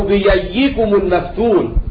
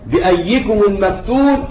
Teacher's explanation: يعني له فيها الإبدال ياء وله أيضا تحقيق الهمز